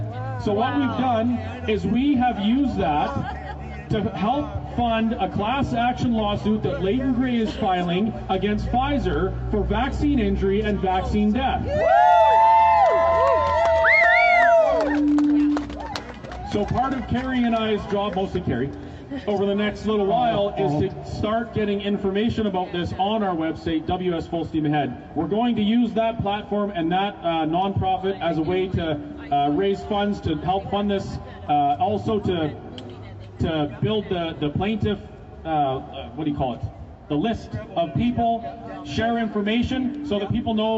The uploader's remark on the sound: LIVE at the Calgary Rally